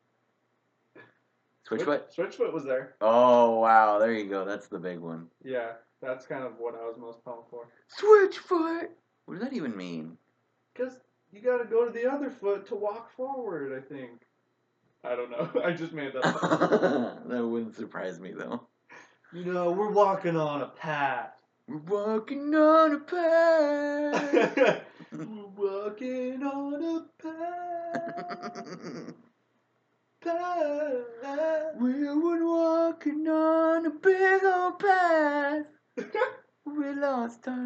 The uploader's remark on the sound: Numerous sound effects and music drops are deployed; proceed with caution. Apologies for any compromised audio. We're recording this one through a tiny laptop mic hole.